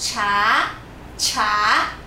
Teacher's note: CH nós pronunciamos como se fosse TCH e a gente sobe um pouquinho a entonação.